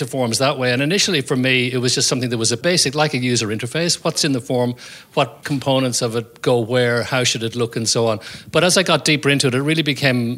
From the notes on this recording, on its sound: Live audience. Our very first live podcast in front of an audience. The show was recorded at the incredible offices of FutureYou, a boutique recruitment consultancy based in downtown Sydney.